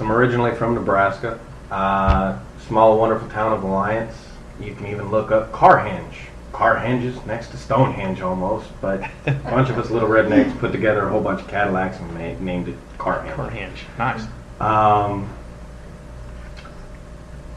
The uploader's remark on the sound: Live From Alien Con